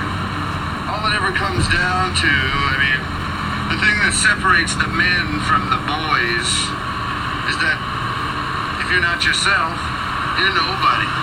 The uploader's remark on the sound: We experienced many technical difficulties during this episode so the sound quality is worse than usual.